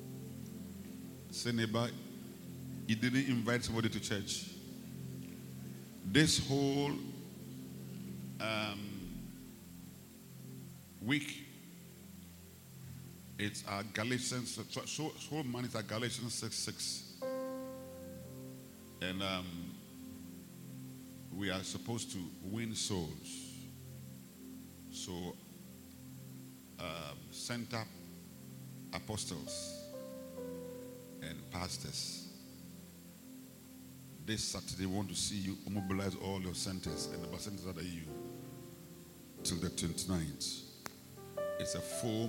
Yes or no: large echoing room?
yes